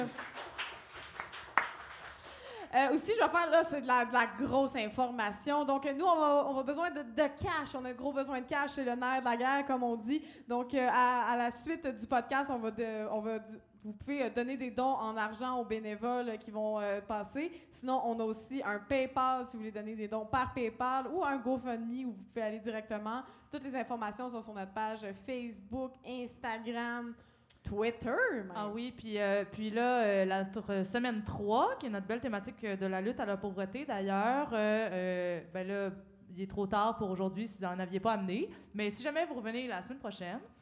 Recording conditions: live audience